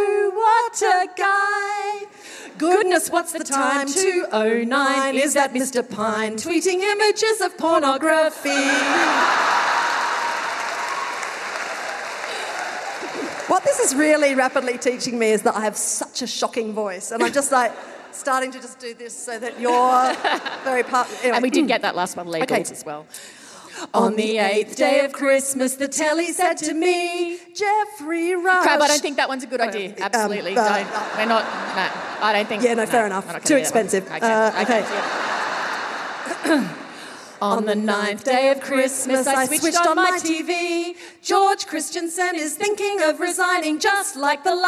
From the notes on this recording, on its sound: Recorded live at Llewellyn Hall, ANU.